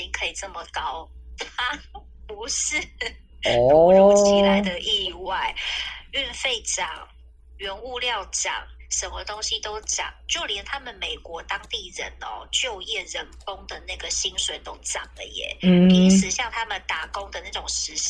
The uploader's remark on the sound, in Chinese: WFH在家錄音版 音質見諒。